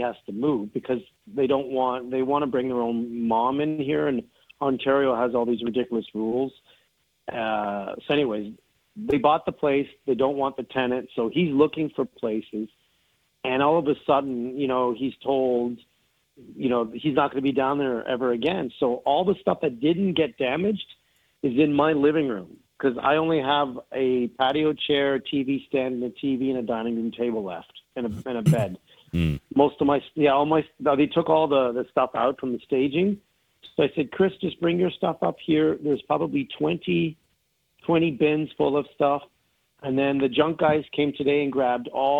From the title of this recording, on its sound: Call-In Show